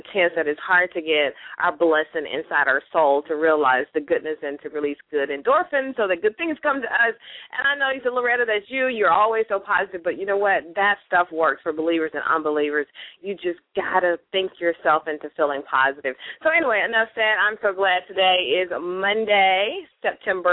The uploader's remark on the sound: LML uses a progressive live call in format.